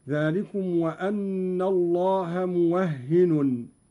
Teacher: قرأ قالون بفتح الواو وتشديد الهاء وتنوين النون